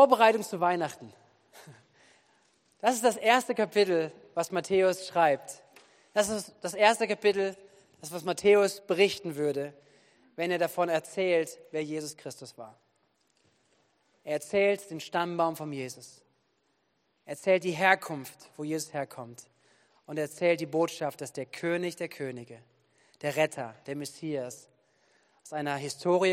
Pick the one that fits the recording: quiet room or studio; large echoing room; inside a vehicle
large echoing room